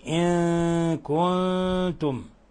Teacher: إن كنتم، إخفاء حقيقي في الموضعين. النون الساكنة مع الكاف والنون الساكنة مع التاء تخفى إخفاء حقيقيا من غير تشديد مع غنة من الخشوم